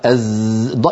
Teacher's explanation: ليضع أحدنا يده على حنجرته وليقول أز، فيجد يده تهتز تحت حنجرته · Term: الجهر